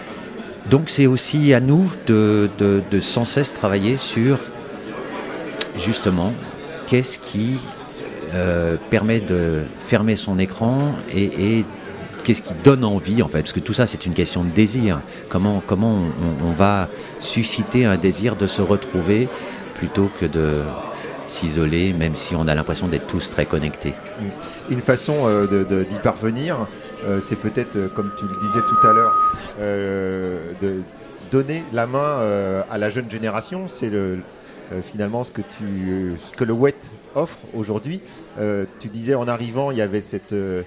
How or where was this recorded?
busy venue